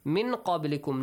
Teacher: nun sakin plus qaf. Ikhfa, hide the sound of nun here